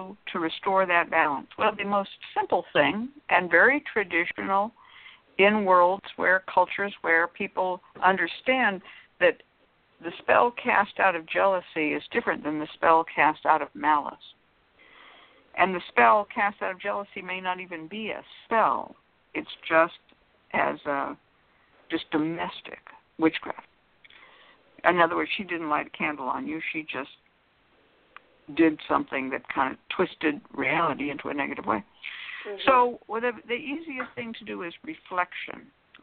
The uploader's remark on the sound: a real, live call-in show